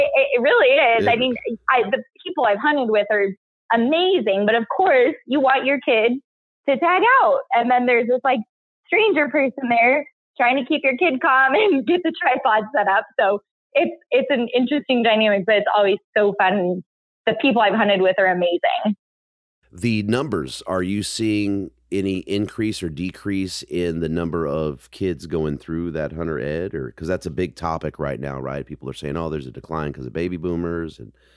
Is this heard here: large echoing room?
no